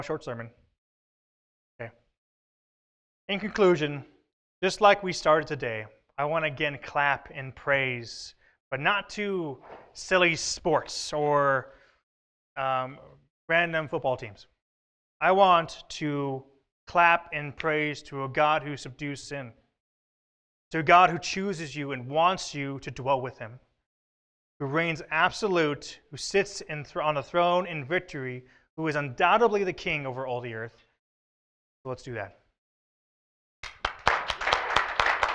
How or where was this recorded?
large echoing room